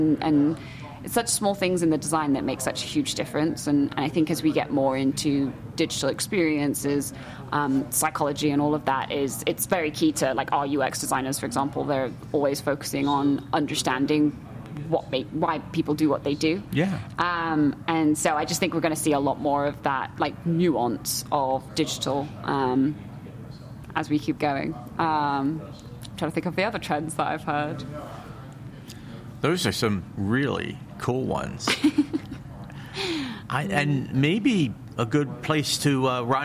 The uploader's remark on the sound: LIVE FROM MONEY 20/20. In a series of podcasts taped live at Money 2020 in Las Vegas.